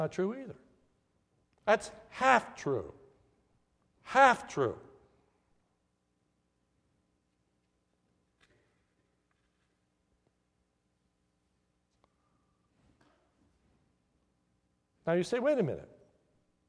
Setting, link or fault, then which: setting, large echoing room